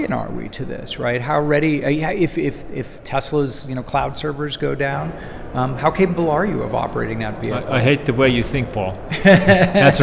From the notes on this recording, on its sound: on the sidelines of the DEF CON Conference in Las Vegas